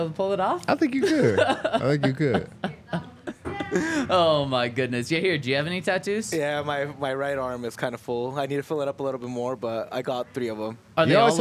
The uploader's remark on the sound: coming to you LIVE from the DNVR Bar